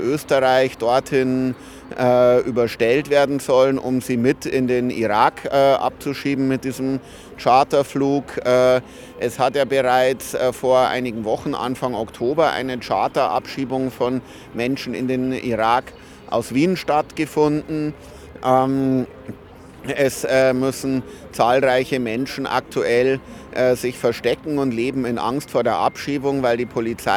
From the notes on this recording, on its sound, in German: Ausschnitte aus Kundgebung gegen Abschiebungen am Tag der Menschenrechte (10. 12. 2023) in Wien. Eine Aufnahme aller Reden gibt es diesmal nicht, einserseits weil ich zu spät gekommen bin.